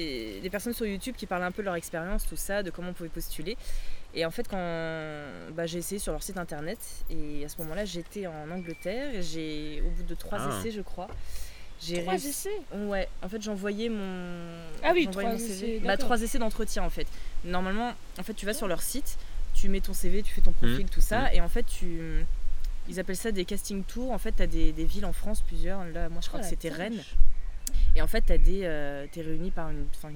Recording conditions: wind noise